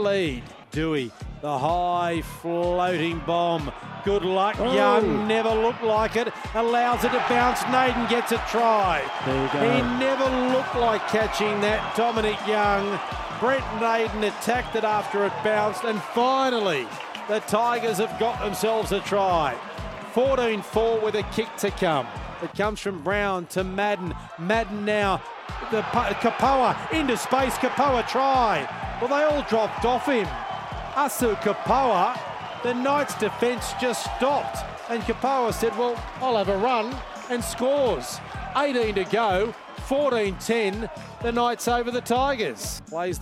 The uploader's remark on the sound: Live from Campbelltown Sports Stadium